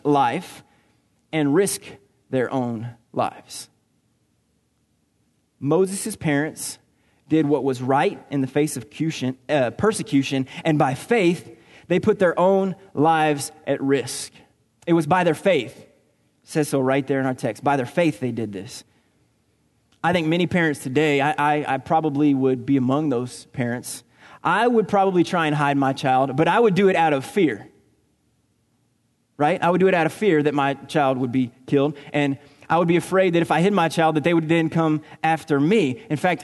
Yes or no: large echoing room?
yes